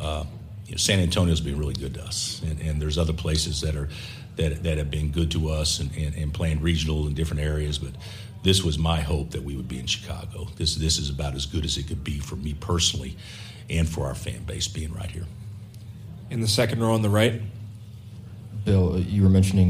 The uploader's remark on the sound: press conference audio, all from Chicago, IL